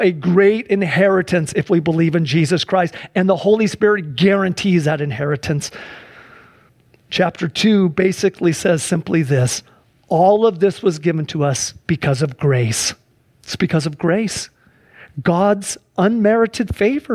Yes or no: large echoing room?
yes